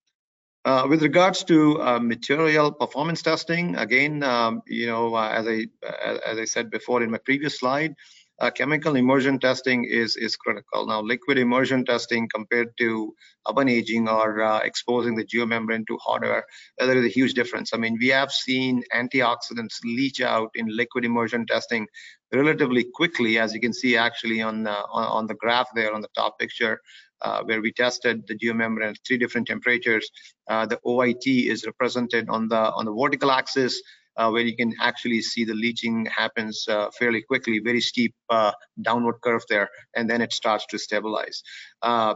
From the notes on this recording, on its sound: FGI Webinar. This is an audio version of the webinar.